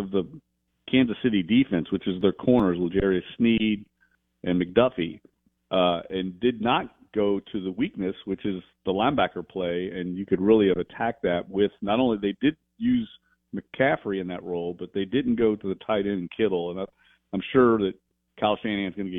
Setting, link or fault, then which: link, phone line